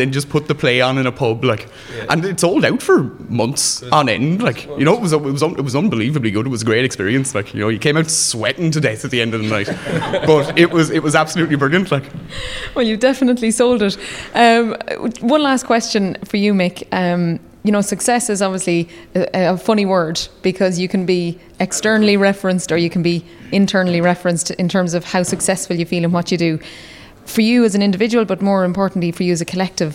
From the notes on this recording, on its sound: Coming to you from The Oliver St. John Gogarty in Temple Bar, Temple.